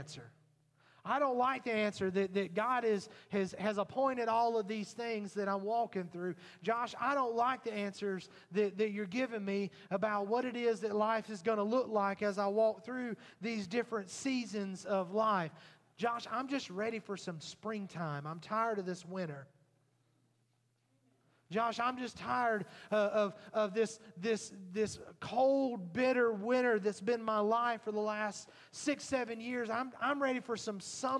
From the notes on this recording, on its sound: Recorded at Highland Baptist Church Molino FL